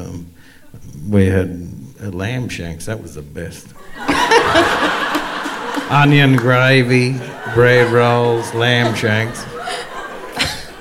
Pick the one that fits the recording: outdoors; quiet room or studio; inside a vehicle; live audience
live audience